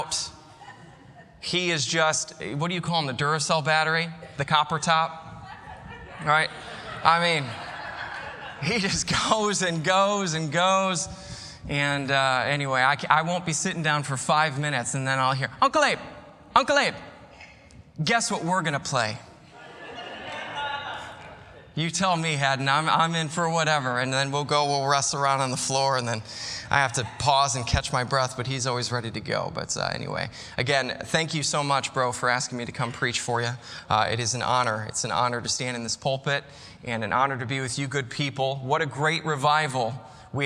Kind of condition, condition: setting, large echoing room